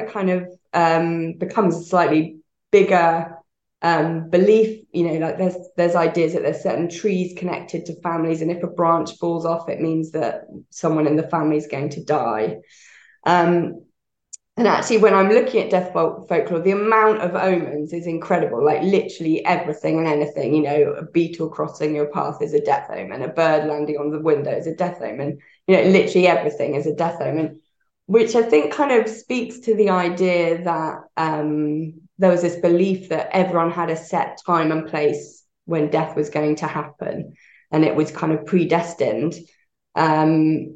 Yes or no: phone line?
no